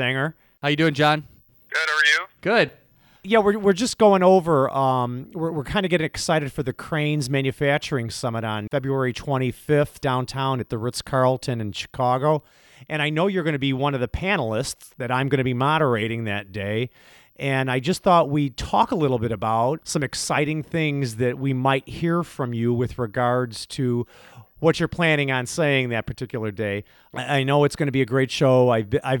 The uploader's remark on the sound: Phone Interview